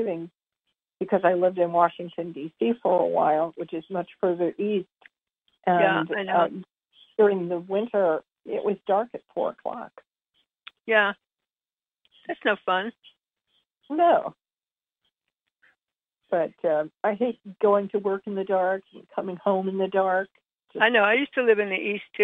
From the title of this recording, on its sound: Conference Call LIVE, April 4, 2022